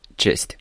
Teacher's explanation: 元音的部分呢，可以弱读，变成 a schwa